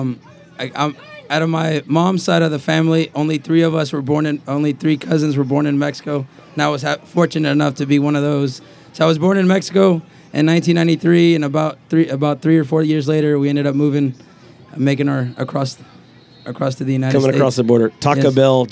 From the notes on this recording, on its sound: Live at the Eastern Shore Premier Cup